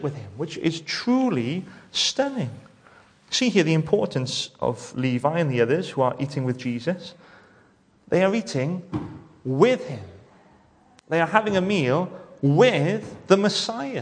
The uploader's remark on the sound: welcome to Bethel Evangelical Church in Gorseinon